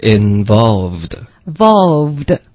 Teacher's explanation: 把它变成一个浊音，因为普通话本身没有什么 v 的这种浊音，可是它跟 f 的这个嘴型是一模一样的